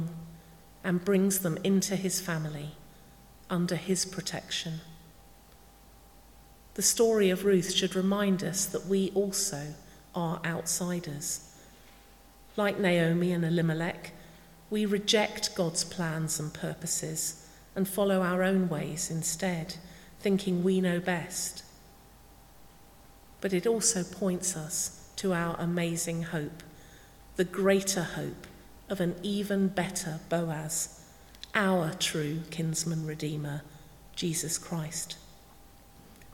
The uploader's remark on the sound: speaking at the 9:30 service